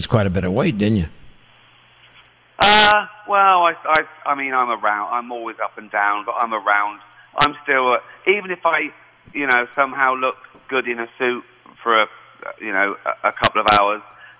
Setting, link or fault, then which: link, phone line